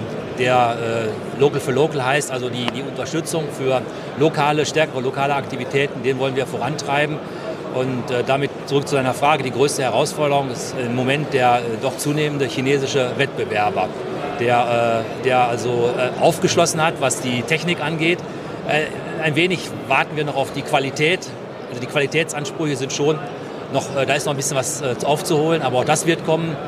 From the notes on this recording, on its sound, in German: Live Interview auf Hannover Messe 2023